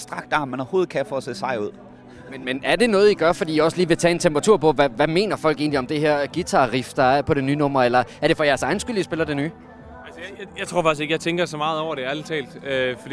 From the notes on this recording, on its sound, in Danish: Vi beklager den til tide dårlige lyd, men radiostudiet blev byttet ud med en mark og det har desværre sine konsekvenser.